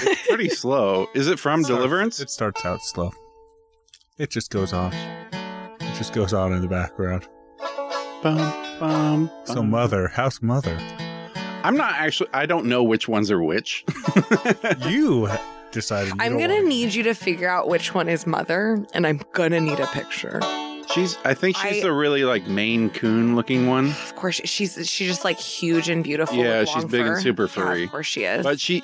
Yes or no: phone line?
no